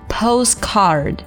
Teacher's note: card 这里是有个卷舌音的，所以说要卷舌发一个 r 的音